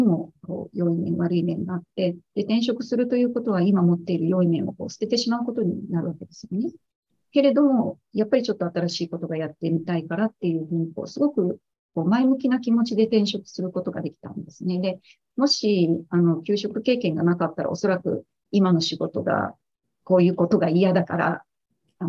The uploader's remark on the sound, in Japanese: 収録場所： オンライン (Zoom)